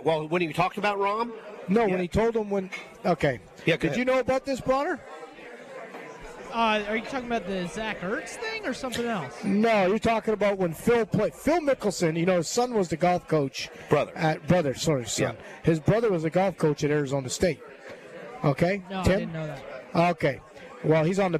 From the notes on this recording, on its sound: LIVE From Felix's Fish Camp!